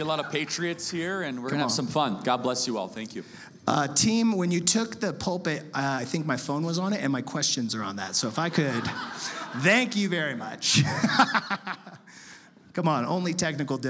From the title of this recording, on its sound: Live in SLC